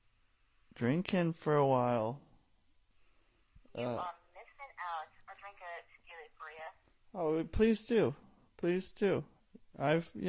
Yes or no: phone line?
yes